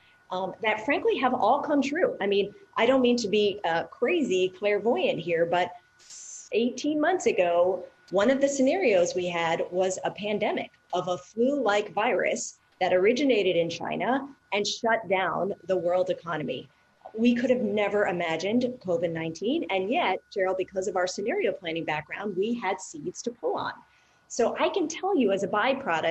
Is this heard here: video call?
yes